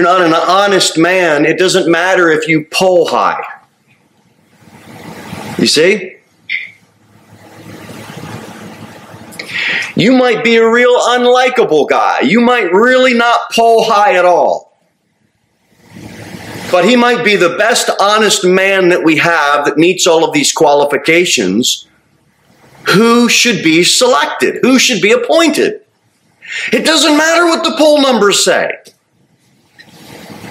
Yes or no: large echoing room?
yes